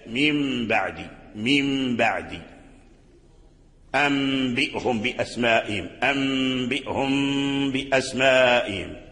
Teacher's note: هذه الغنة ليست في الباء إنما هي في الميم، فلما تكمل الغنة تنطق بالباء